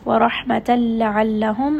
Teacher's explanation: lam and ra are the two letters of idgham that do not have ghunna, meaning that they're not going to go up into the nose. So we are going to connect them together with no sign of noon.